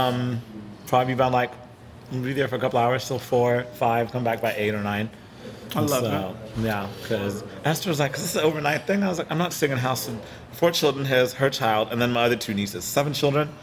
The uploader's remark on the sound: Recorded on site at the Magnolia Wine Bar in the heart of Fort Worth